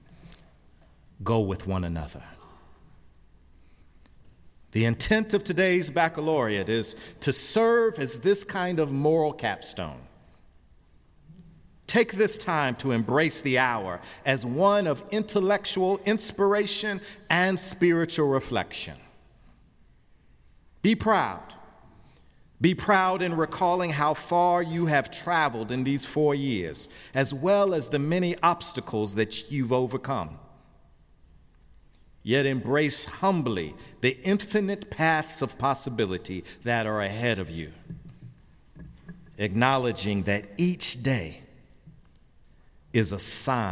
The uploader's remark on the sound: at the Baccalaureate service on May 22, 2018, at the Memorial Church of Harvard University